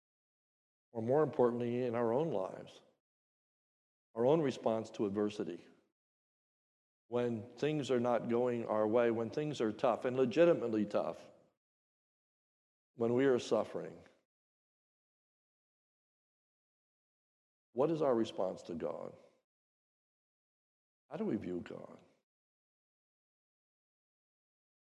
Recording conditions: large echoing room